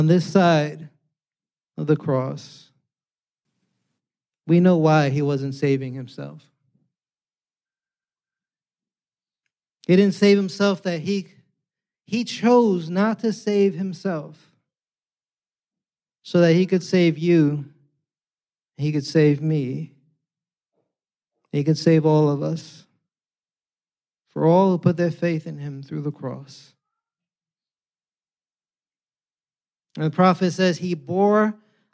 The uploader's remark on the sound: preached this Good Friday sermon on Friday, April 7th, 2023, at Catalyst Church San Diego.